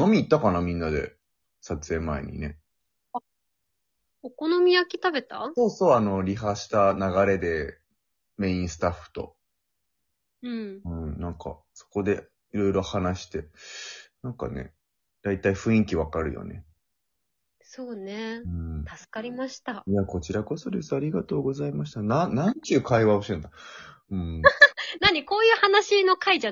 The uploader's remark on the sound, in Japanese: リモート収録